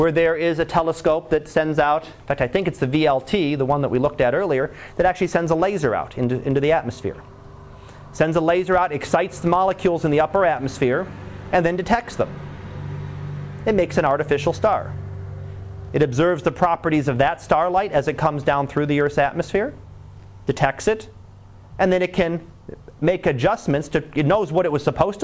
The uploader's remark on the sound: Live Class Lecture